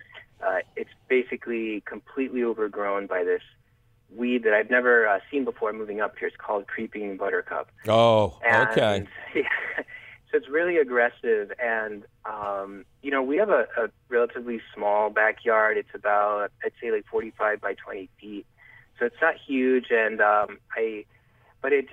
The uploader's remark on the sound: an extra heaping helping of your phone calls